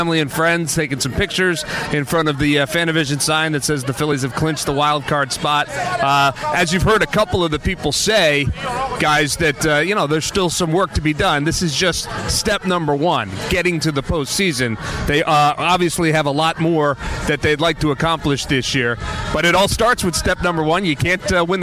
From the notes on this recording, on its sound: live in the Phillies' clubhouse